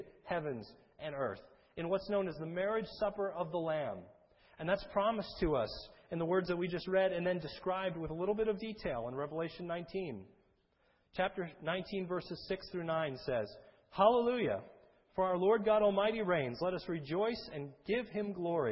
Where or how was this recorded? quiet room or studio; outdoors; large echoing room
large echoing room